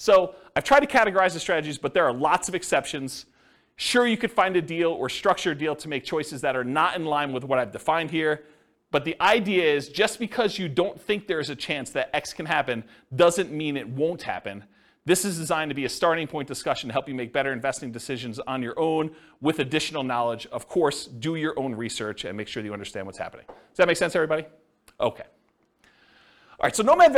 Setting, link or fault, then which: setting, live audience